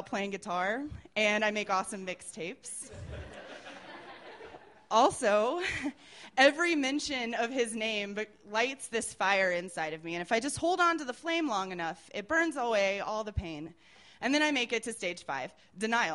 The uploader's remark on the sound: These stories were recorded by our good friends at The Denver Diatribe at Deer Pile on May 16, 2013.